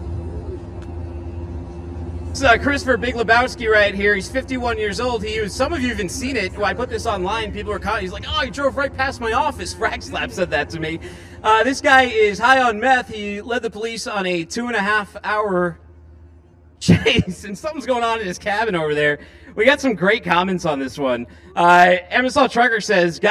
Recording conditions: busy venue